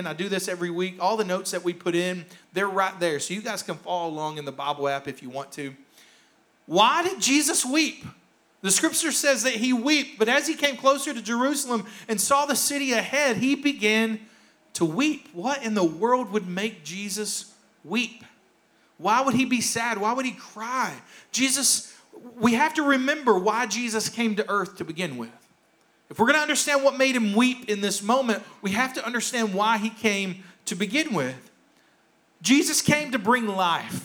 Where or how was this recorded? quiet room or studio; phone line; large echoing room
large echoing room